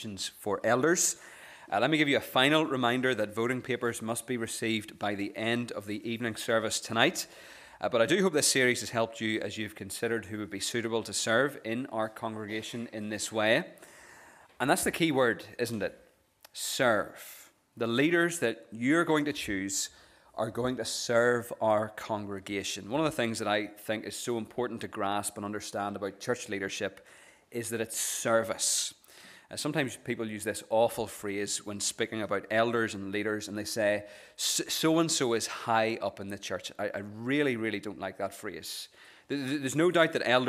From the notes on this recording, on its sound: This is the recording of the Bible reading and sermon from our morning service on Sunday 17th September 2023.